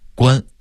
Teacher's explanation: 国安，北京话说快了会变成了一个字关 · Term: 变音